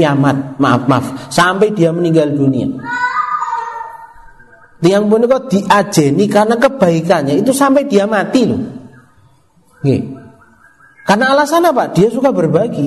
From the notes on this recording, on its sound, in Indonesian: Rekaman Kajian Majelis Pengajian Islam. Di Masjid Al Hidayah Druwo, Sewon, Bantul rutin setiap hari Rabu selepas sholat magrib sampai dengan isya yang diselenggarakan oleh FKAM Yogyakarta dan Takmir Masjid Al Hidayah Druwo.